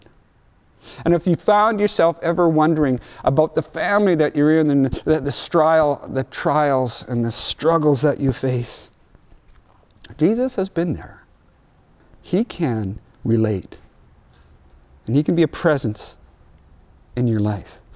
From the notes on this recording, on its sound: audio only recording of our service